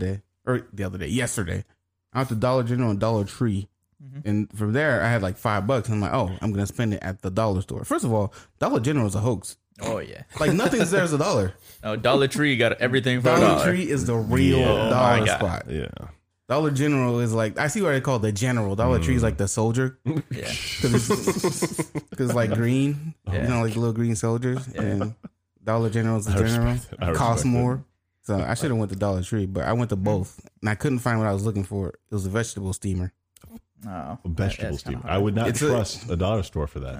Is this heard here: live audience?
no